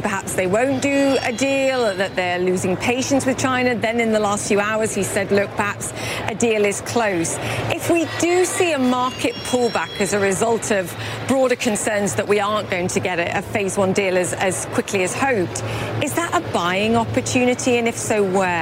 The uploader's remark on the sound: live from the New York Stock Exchange